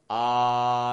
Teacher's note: First, you want to settle your tongue in the bottom of your mouth. We're going to keep the tongue low to start this one out, kind of voicing the position like, ah.